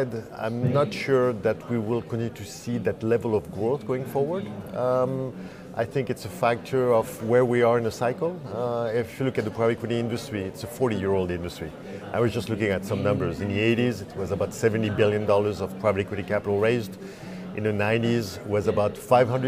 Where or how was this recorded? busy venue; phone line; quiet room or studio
busy venue